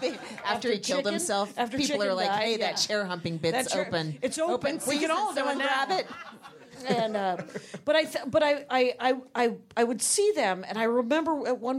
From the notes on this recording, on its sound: They are live from Flappers Burbank!